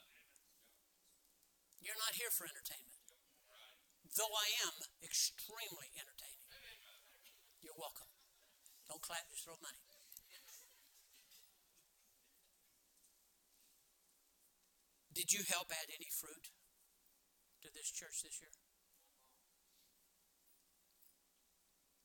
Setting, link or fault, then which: setting, large echoing room